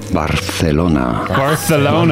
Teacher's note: pronounce the C a little bit like TH in English with your tongue between your teeth